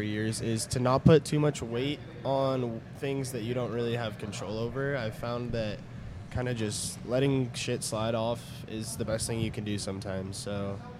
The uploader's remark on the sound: Coming at you LIVE from the one and only Crickets Tavern